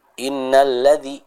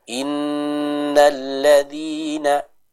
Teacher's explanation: kita bertemu dengan nun yang bertasydid, ya. Yaitu apa? Adanya gunnah. · Shown in: second take · Jangan terburu-buru, jangan kita baca innalladzi, tapi innalladzina, seperti itu.